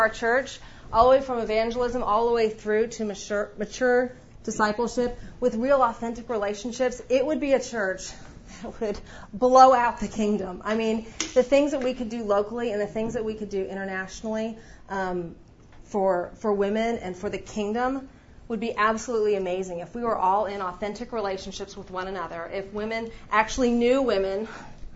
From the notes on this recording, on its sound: The following audio comes from the 2016 National Disciple Making Forum with Discipleship.org. One of those 10 tracks was hosted by Downline Institute.